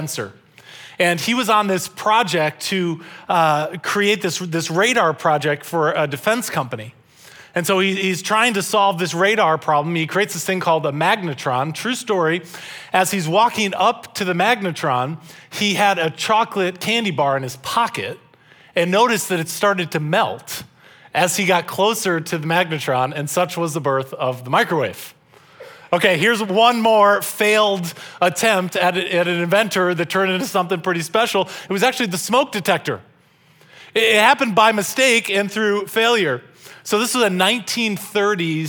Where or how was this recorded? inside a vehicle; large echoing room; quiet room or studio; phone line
large echoing room